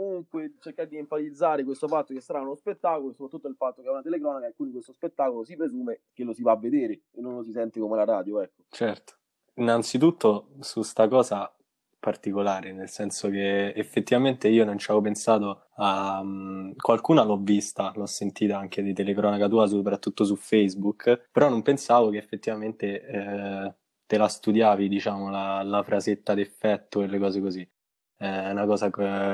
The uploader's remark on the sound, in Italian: Episodio registrato da remoto in data 14/07/2020.